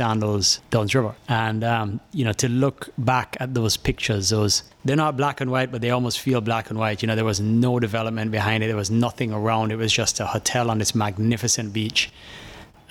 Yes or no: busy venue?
yes